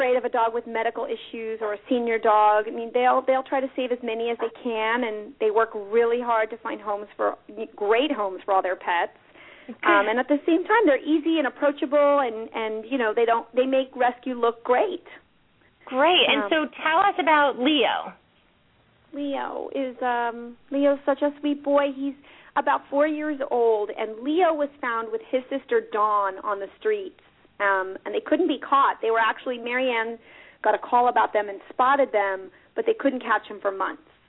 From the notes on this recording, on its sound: open up the lines for listeners to call